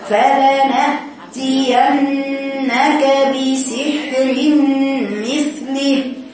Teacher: الهمزه دي حرف انفجار شديد ما تاخدهاش طريه ما تقوليش فلا ناتي انك بالطراوه دي لا فلا نا نا